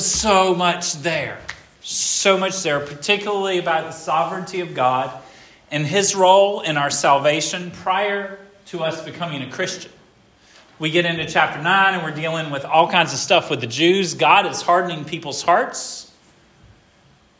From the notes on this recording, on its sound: This sermon was preached at Hope Fellowship